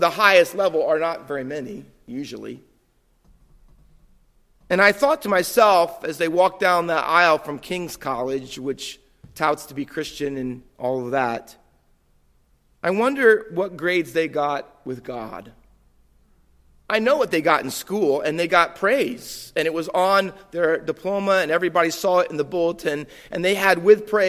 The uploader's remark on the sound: Faith Baptist Church in Hamilton, NJ.